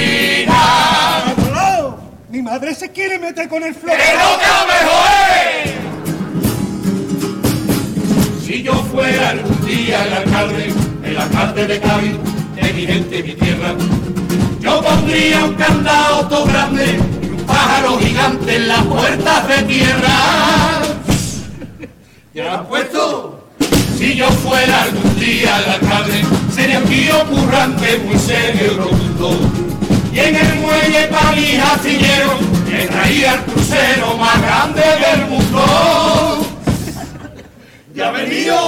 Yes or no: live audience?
yes